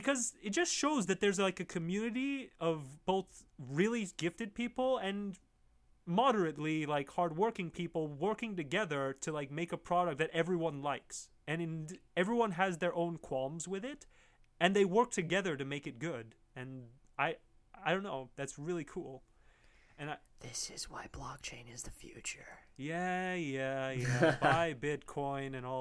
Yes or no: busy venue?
no